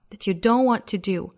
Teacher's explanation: Don't want to do 两个 t 略掉